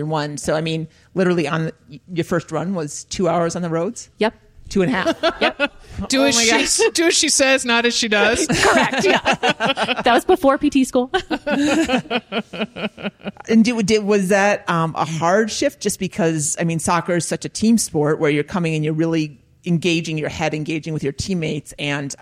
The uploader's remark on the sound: Live w/ a P.T. from the Central Oregon Retreat. This recorded-with-an-audience episode.